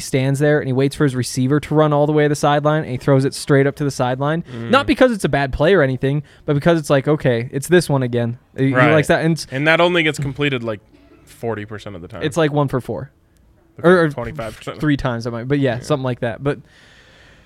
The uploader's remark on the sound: come to you LIVE from the DNVR Bar